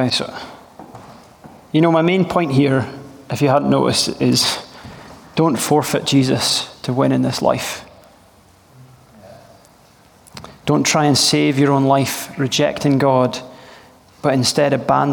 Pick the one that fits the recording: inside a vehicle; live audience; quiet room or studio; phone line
live audience